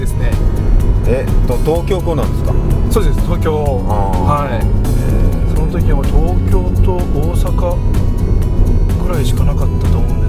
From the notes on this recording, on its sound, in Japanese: 即ドライビング対談収録しました